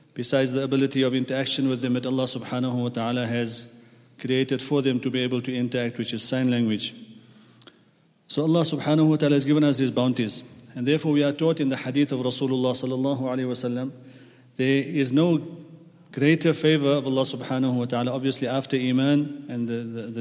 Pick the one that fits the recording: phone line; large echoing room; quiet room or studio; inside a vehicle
large echoing room